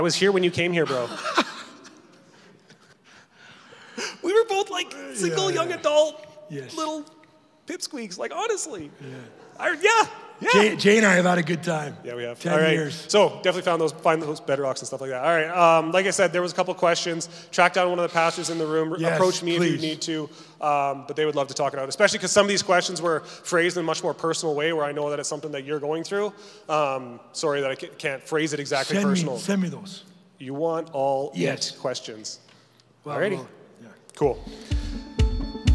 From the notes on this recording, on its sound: Answers some questions live at Church at 6, and then comes back to the studio to answer some more!